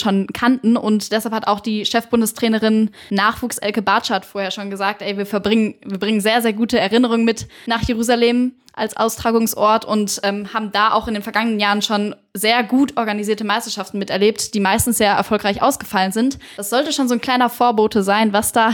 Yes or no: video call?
no